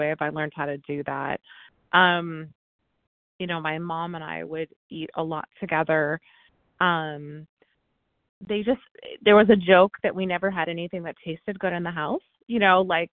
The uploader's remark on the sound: from the 100 Pounders Phone Meeting